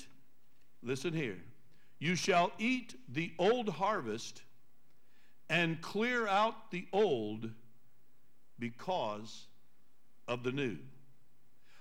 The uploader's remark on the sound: Trinity Church Live